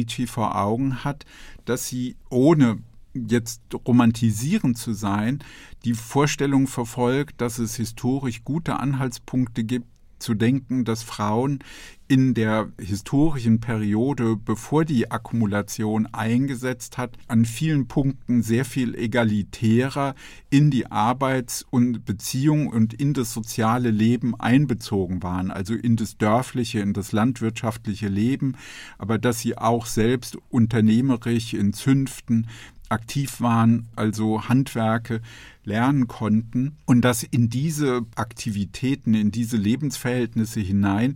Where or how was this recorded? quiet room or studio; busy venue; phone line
quiet room or studio